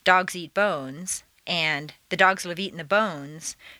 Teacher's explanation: it takes the same amount of time to say both sentences since they have the same number of stresses. The three original words and the rhythm stay the same in these sentences, but the meaning changes as you add more stressed words.